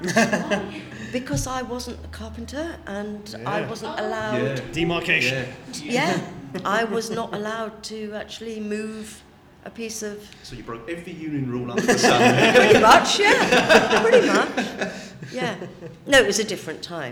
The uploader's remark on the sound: We have our third and final interview recorded at the Whooverville 9 convention in September.